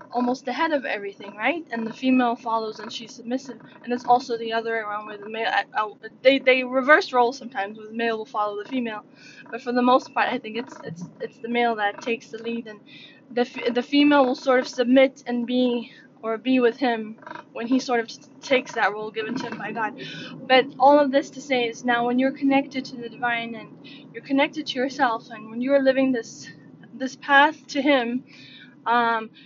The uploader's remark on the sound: I’m driving and uploading this.. Excuse cicadas and background noise.